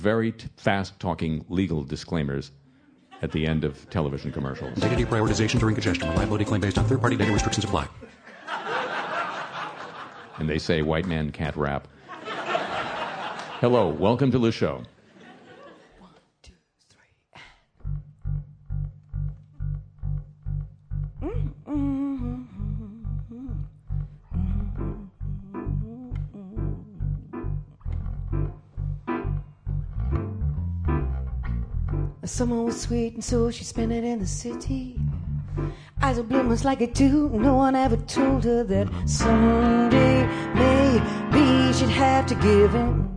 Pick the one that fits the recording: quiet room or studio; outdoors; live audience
live audience